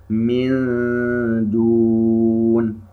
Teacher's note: نون ساكنة وبعدها حرف الدال إخفاء، وهو من أعلى المراتب